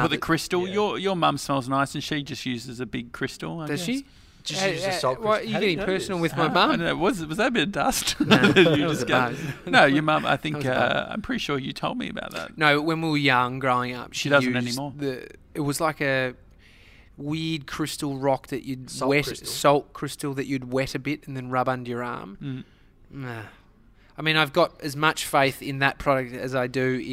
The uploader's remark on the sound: Today we're live from from The Deck in Geelong.